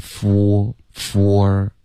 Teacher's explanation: 这个 four 应该有一个滑动 four,稍微饱满一点就行了